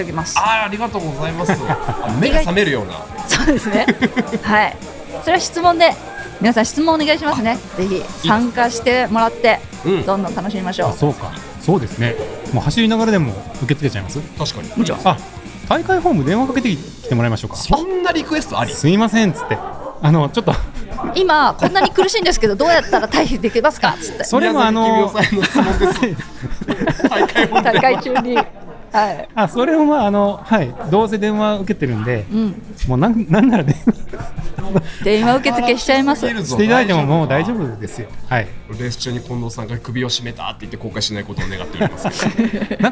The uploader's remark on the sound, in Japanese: LAKE BIWA 100。大会受付会場での収録のため背景音が大きくなっています。